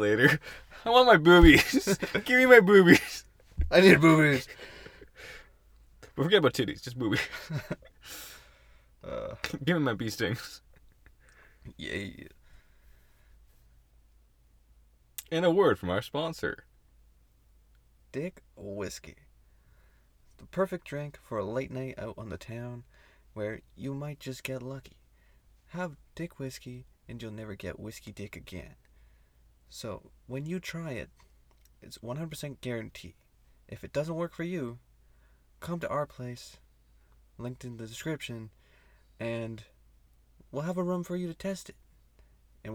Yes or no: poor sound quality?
no